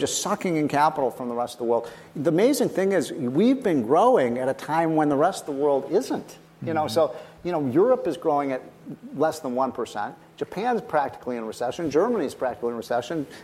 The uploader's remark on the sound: at a conference with conservative leaders